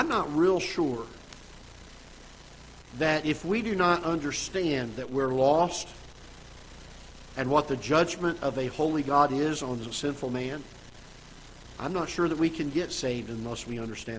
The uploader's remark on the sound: Ketha Heights Baptist Church ~ Live Broadcast